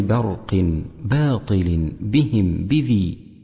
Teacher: فأمر بترقيق الباء من برق لمجاورتها الراء والقاف المفخمتين، وباء باطل لمجاورتها الطاء المفخمة، مع كون الألف حاجزا غير حصين فلا يؤمن معها السرايا.